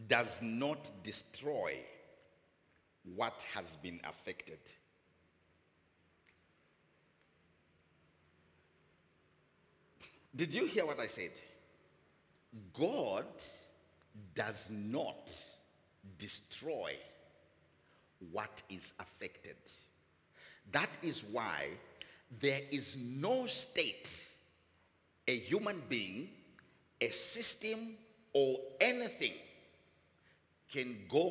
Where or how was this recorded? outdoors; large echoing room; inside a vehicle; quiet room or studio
large echoing room